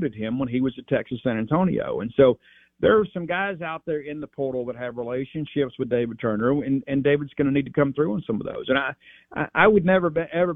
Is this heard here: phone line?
yes